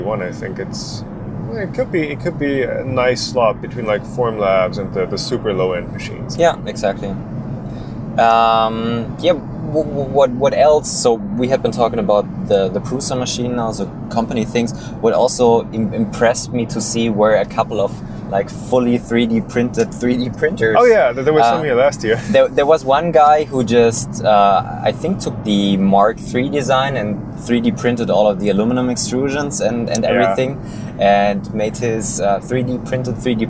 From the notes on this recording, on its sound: MRRF2019 Recap! (recorded while driving back).